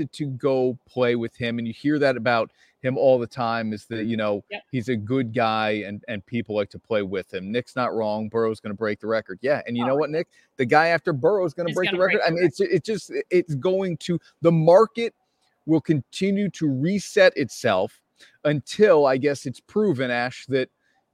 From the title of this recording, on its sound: LIVE From Alpin Haus